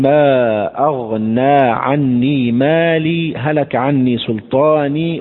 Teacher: عندما تقرأ بالوصل يعني عندما تصل احذف الهاء، هذا في الوصل